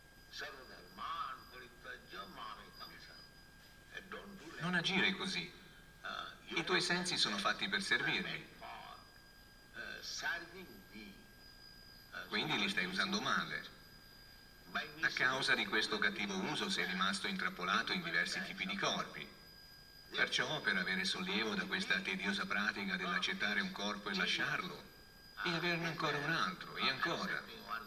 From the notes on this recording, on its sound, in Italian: in diretta dal Tempio di Villa Vrindavana